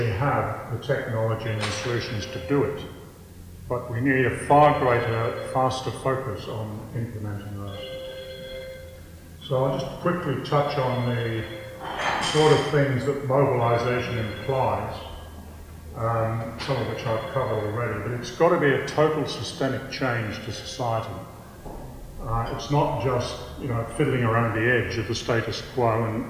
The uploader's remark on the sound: Recorded at Redfern Town Hall at the end of the Rising Tide speaking tour to call people to the People's Blockade of Newcastle Port.